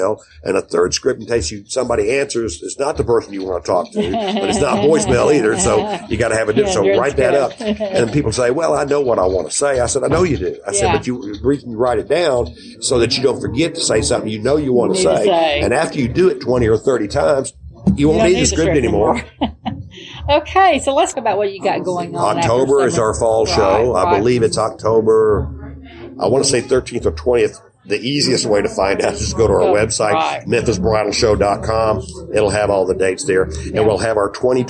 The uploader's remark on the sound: Interviews at Memphis Wedding Show July 2019